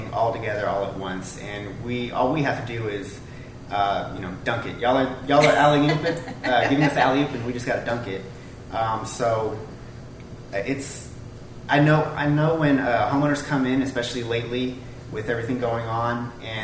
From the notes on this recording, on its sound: Today we have a conversation recorded live from Design Chicago. Yes, recorded in front of a live audience.